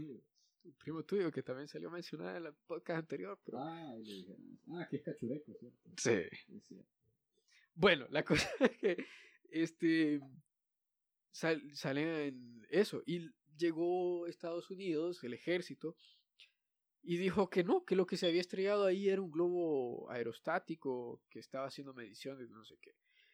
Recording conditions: poor sound quality